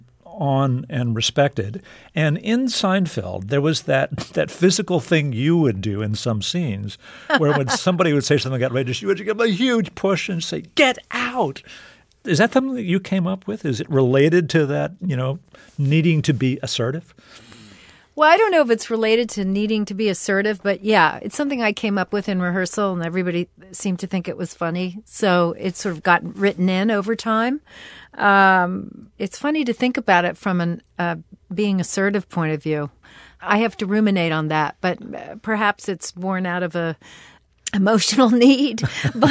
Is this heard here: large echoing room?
no